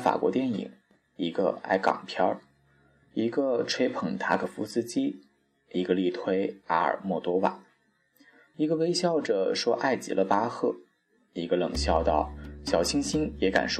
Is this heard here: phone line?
no